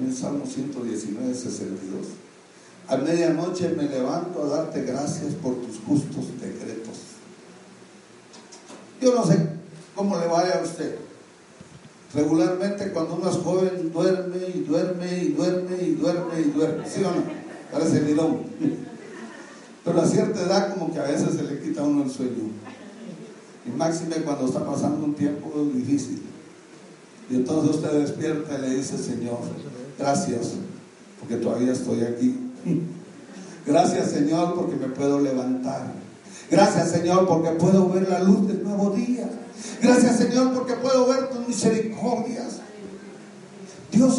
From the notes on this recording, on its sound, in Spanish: Audio del Servicio del 08 de Septiembre de 2019 de Iglesia Lluvias de Gracia expansión san Lucas